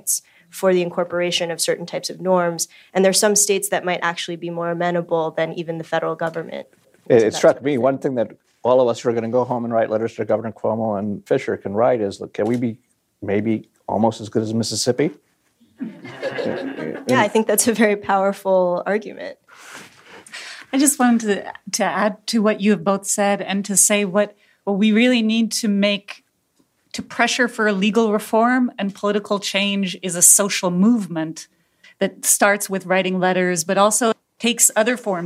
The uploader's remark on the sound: The Institute held a day long symposium. Members of the audience.